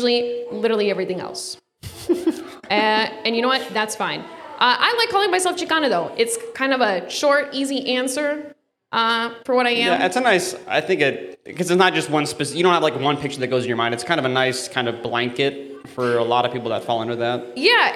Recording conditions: live audience